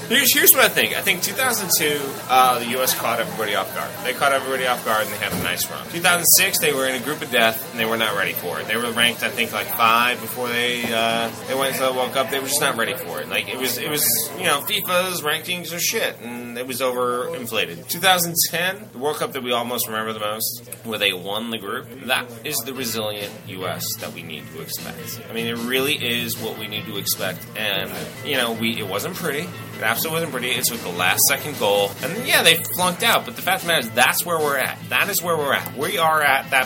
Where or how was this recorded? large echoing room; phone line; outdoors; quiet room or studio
outdoors